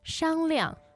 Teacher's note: Alright, so that's first tone and a neutral tone.